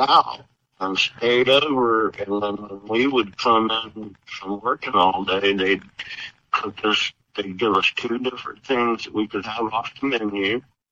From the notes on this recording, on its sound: Via phone, so the audio quality is not pristine. However, we have done our best to clean it up, so we appreciate your indulgence when listening.